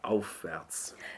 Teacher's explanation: So more or less drop the V sound. So we drop the voiced consonant. We tend to say only the unvoiced part.